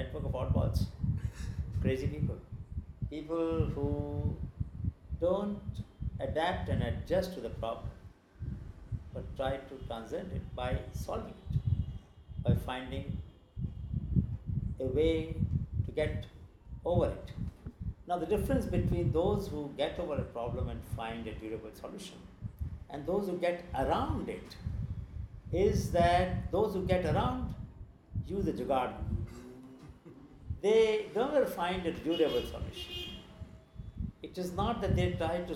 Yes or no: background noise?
yes